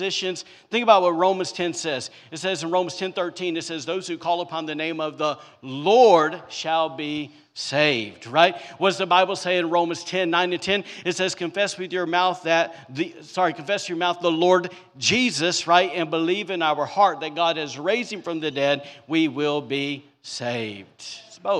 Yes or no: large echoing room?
yes